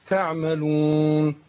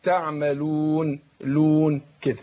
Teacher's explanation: بس احنا برضو عشان اخواننا المشاهدين، في كلمة بما تعملون اللي هي الآية 68، أنا أخد بالي من الواو. يعني كتير من القراء يطلع الواو من الخيشوم · Shown in: first take · يعني يصحب الحرف أو مخرج الحرف أو يخرجه من الايه، من الخيشوم، فيقول إيه تعملون.